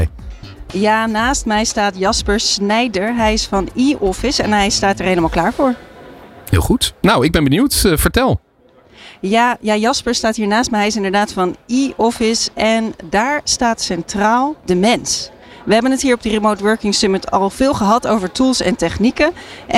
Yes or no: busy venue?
yes